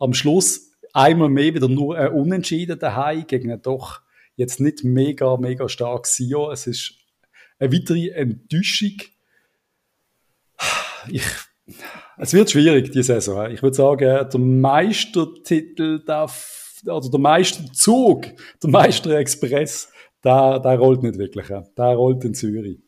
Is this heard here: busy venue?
no